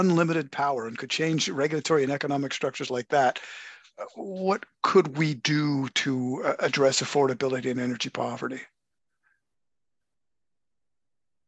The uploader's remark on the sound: on Zoom